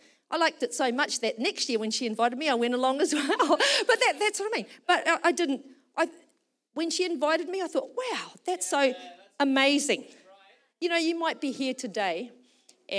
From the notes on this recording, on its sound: Recorded during our Melbourne East service on Sunday, the 3rd of December 2023.